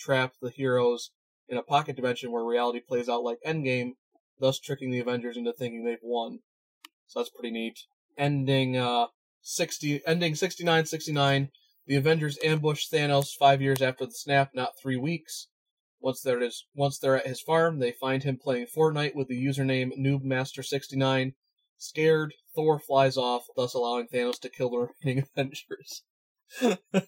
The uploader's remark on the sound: Thankfully he has a portable microphone. Please forgive the even worse audio, unlike the bad audio that we normally have.